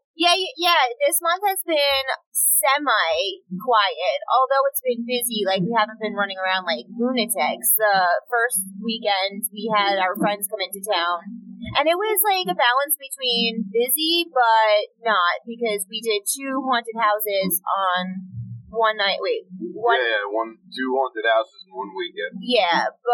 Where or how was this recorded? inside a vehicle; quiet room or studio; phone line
inside a vehicle